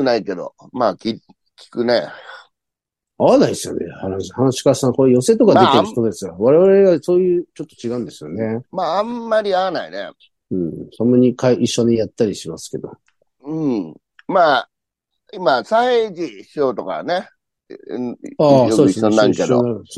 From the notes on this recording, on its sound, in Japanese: ZOOMで収録